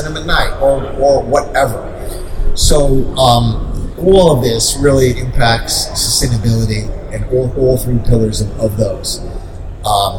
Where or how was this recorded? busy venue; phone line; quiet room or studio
busy venue